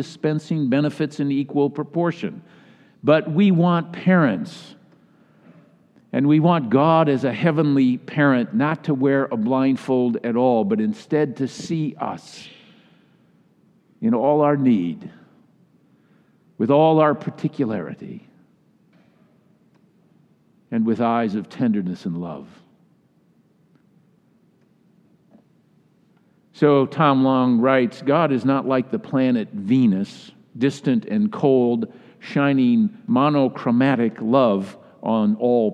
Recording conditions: large echoing room